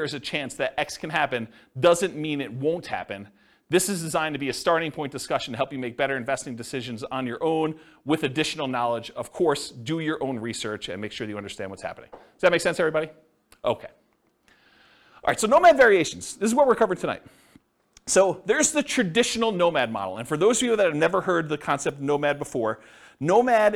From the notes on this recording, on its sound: This was a live class recorded.